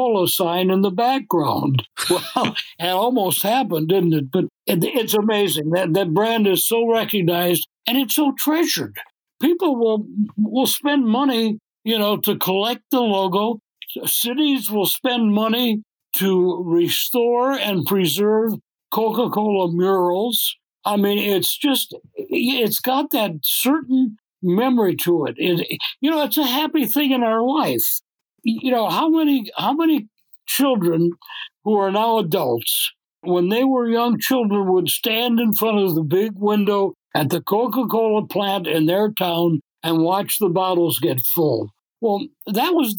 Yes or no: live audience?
no